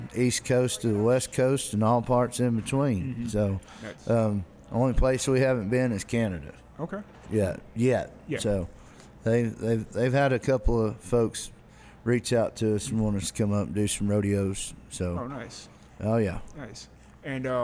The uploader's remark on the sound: Live at the Liberty